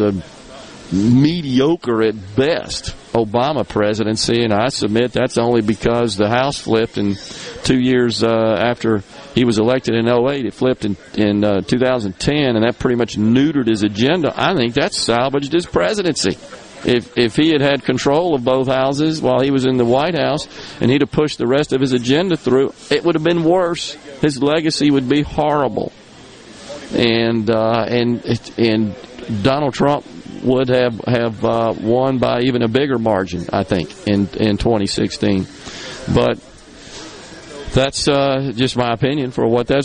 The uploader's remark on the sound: MidDays is coming to you LIVE from Corner Market on Hardy St. In Hattiesburg.